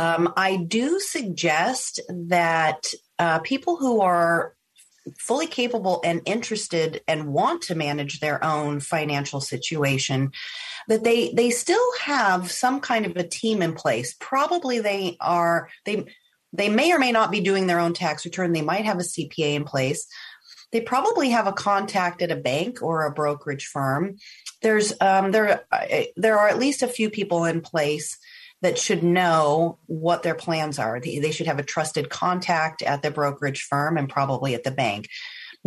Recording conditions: video call